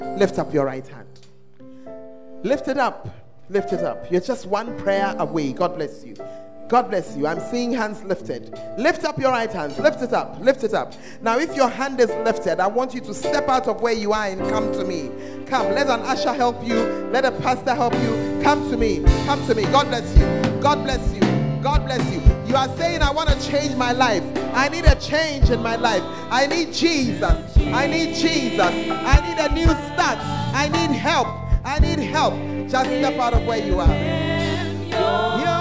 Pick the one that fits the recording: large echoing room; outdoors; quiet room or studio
large echoing room